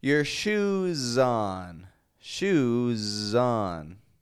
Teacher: And when we consider some words such as like shoe, if I say I got some new shoes, or put your shoes on, you can get that S sounding like a Z because shoe ends in the sound oo, which is voiced. And so you need your S to be voiced.